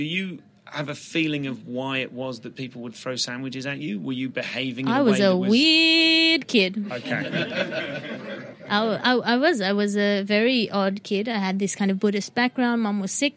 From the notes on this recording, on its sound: Live at The Vintage Mobile Cinema, Edfringe. Moments after the entire audience had enjoyed her superb show "Ethos".